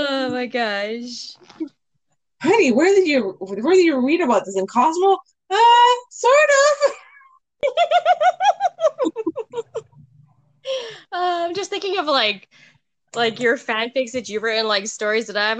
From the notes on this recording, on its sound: Few fun technical difficulties just rolling with the punches here!